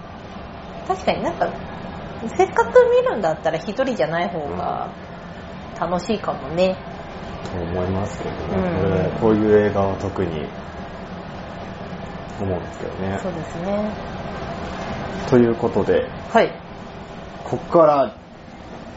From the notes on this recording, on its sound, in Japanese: それにしても10/16収録分は雑音が酷いです。すみません。